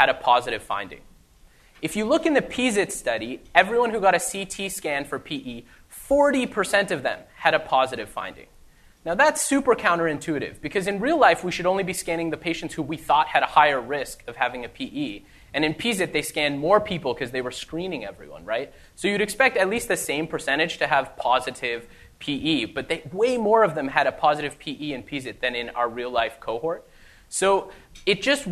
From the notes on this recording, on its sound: the first part of the live recording